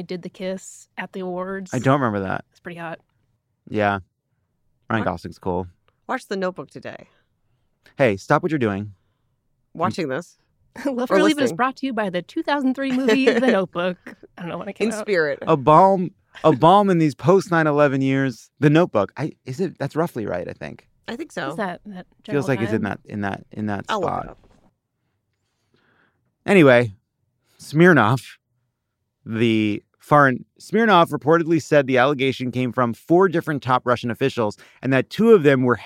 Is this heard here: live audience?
no